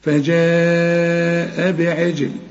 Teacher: فجاء بعجل، هنا الجيم اللي بقول لك عليها قطب جد لازم تقلقل الجيم عشان عليها السكون